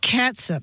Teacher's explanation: it's more like S-U-P with that vowel is a schwa sound, right? Not a long ooh sound.